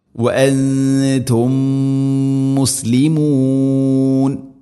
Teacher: അപ്പോൾ വഅൻതും മുസ്ലിമൂൻ ഇദ്ഗാം മുതമാസിലിൻ, അവിടെയും സുക്കൂനുള്ള മീമിനെ അടുത്ത മീമിലേക്ക് ഇദ്ഗാം ചെയ്തവക അഥവാ കൂട്ടിലയിപ്പിച്ച് മണിച്ചുകൊണ്ട് ഉച്ചരിക്കണം